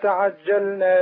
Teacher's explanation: لابد من تعطيش الجيم وبيان الشدة فيها